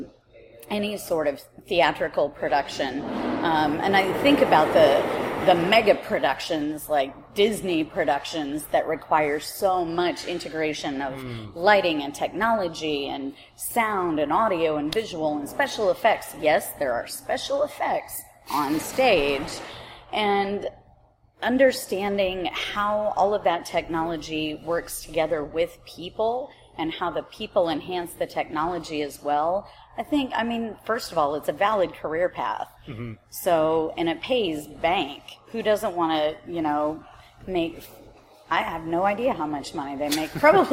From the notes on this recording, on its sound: This episode was recorded in a market in Austin, TX, so there is some background noise.